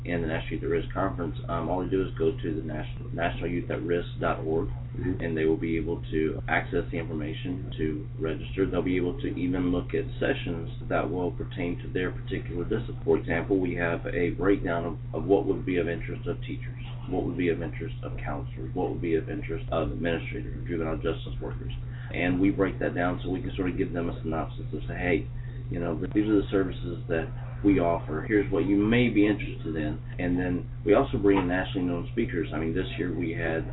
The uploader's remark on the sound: at the 2013 National Youth at Risk Conference in Savannah, Georgia